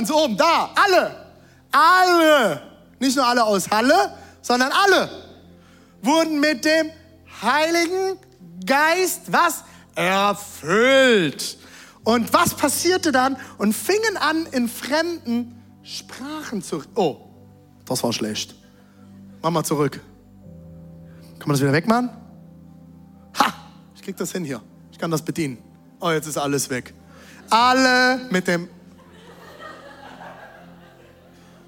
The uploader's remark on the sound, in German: Audiomitschnitt der Predigt